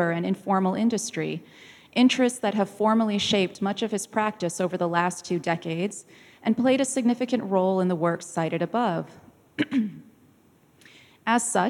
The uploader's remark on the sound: This talk was recorded live in August 2017 at National Gallery Singapore